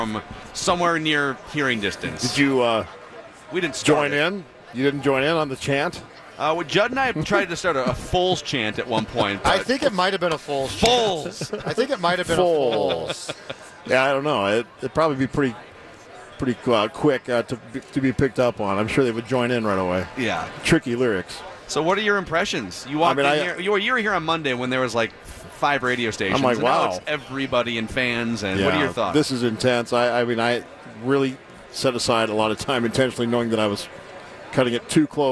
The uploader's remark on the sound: live from Radio Row all week